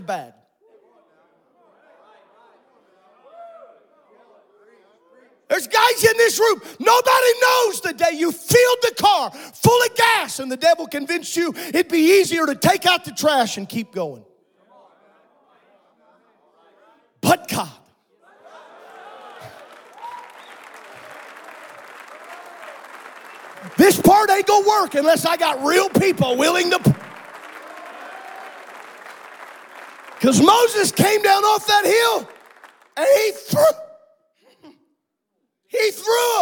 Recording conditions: live audience